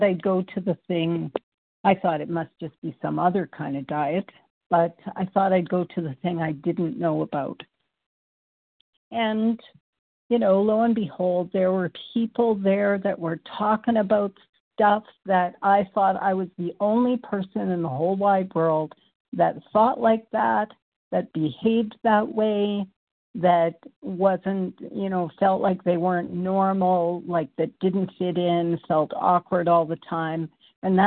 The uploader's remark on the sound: qualification from the 100 Pounders Phone Meeting